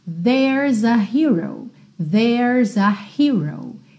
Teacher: Atenção que esse é não é pronunciado, a gente tem um apóstrofo S, que nos daria theirs, mas logo depois a gente tem a letra A, e é claro que a gente vai fazer o que a gente sempre faz em português também. Tenho uma consoante seguida de vogal, eu já junto os dois ali para que a minha frase fique mais fluida